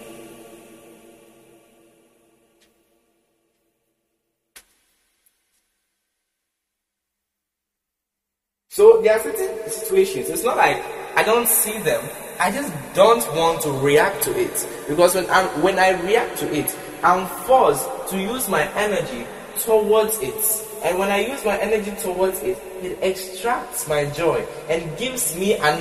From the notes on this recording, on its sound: Preached at the CIAJ Conference 2023 at the Love Arena, Accra.